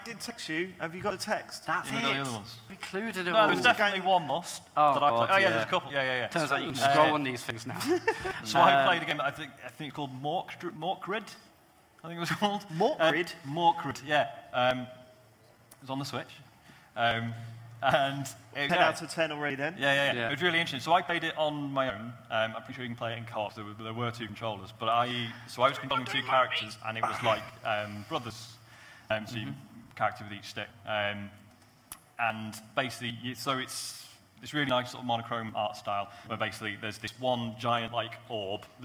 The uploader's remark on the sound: The Computer Game Show Live. Unfortunately due to unforeseen technical difficulties during recording, the sound on this is awful. This show was recorded live at EGX Rezzed 2018.